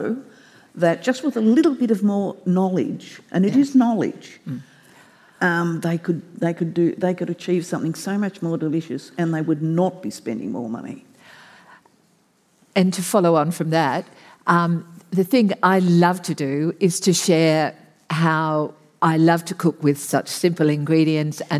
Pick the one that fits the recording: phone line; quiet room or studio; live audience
live audience